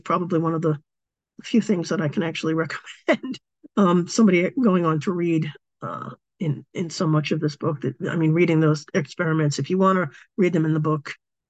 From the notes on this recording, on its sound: A live webinar on Sunday 15th October 2023 10am UK time.